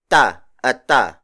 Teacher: Consonants in the Tagalog language are unaspirated, meaning we do not force out any additional air from our throat. We just let the sound flow naturally.